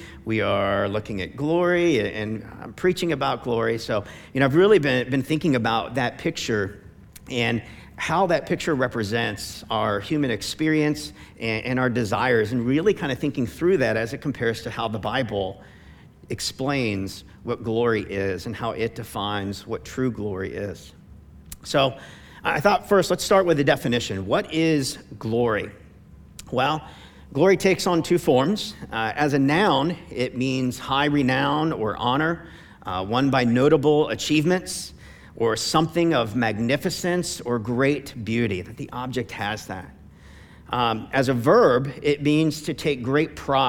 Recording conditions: large echoing room